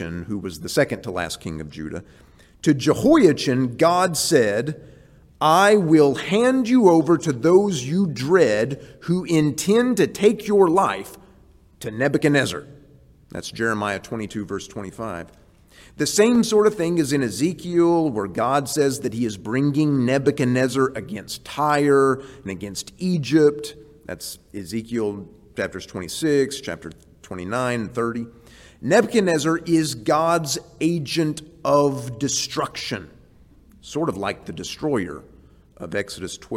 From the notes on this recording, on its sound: This series is presented before a live audience in HCU's Wednesday Chapel service.